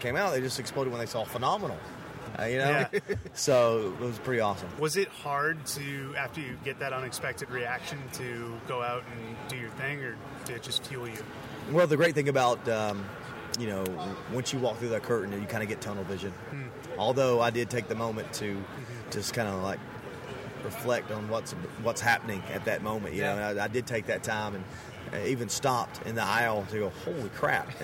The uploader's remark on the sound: Live from WrestleMania Radio Row. LIVE from Radio Row at WrestleMania 32!